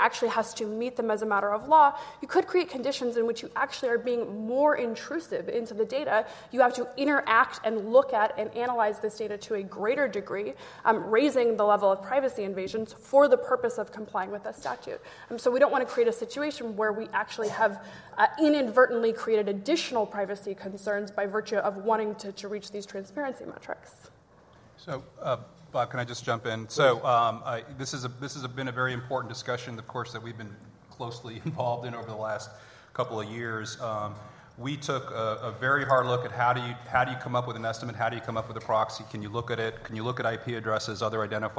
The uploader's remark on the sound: LIVE from the Annual Conference